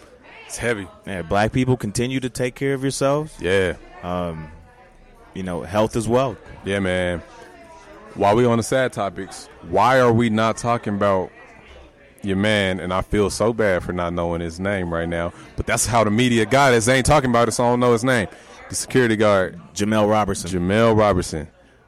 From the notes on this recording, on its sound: we celebrate our 100th Episode live at Rock Steady